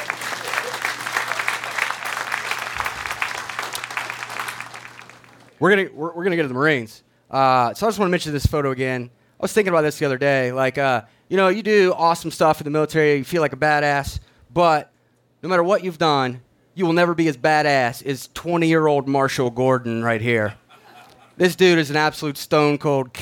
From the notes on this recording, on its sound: We present a live recording of our Post-9/11 Veterans Storytelling event at VFW Post 694 in Dormont, Pennsylvania.